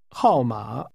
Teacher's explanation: The part of that which means number is pronounced with a falling tone, followed by a falling, rising tone.